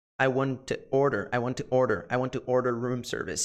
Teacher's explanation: Então esse to, ele pronuncia como d, alright? D, que é uma redução bem comum, alright?